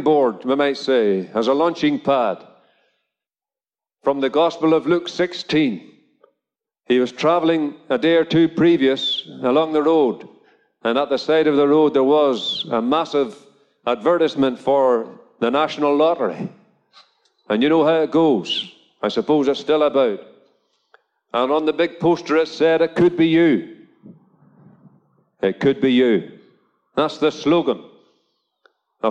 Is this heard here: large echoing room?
yes